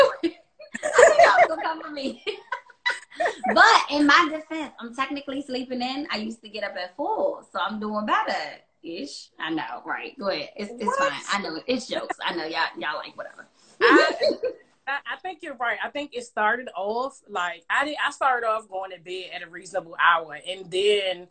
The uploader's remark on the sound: Wellness Wednesday IG LIVE.